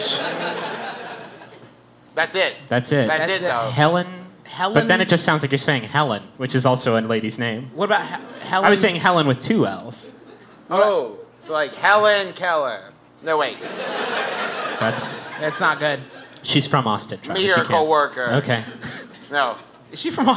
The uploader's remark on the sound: We're live in Austin for the first part of our two-show comedy extravaganza.